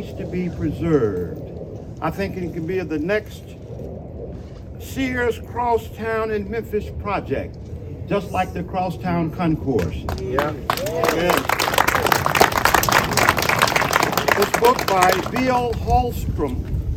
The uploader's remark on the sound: Exclusive, on-location StoryBoard 30 episode that includes the full press conference held on the north steps of the Mid-South Coliseum.